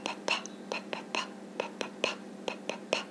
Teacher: I'm slightly aspirating some of these unvoiced sounds, which means I'm sending out a bit more air